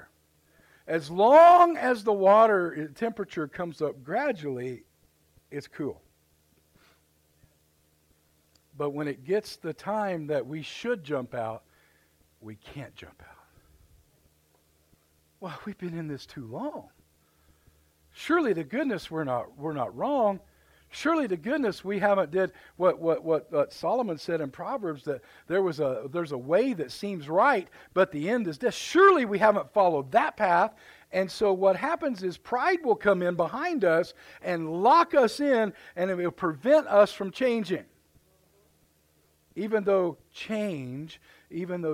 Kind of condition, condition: setting, large echoing room